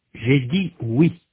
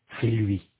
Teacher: Dans les mots Louis et oui, la langue est en arrière pour prononcer le son OU. · Shown in: first take · Puis elle avance et vient appuyer contre les dents inférieures pour prononcer le son I.